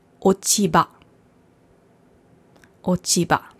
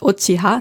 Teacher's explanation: Es ist so, dass wenn da noch etwas davor kommt, also vor dem Ha noch ein, das ist Ochi dazu kommt, und das Chi ist ein harter Laut, und das Ha, vom Blatt, ist auch ein harter Laut, wenn die zusammenstoßen, wenn zwei harte Laute, zwei stimmlose Laute zusammenstoßen, dann ändert sich meistens das zweite Wort. Das heißt, aus dem Ha wird das Ba. · Shown in: first take · Ist einfacher auszusprechen.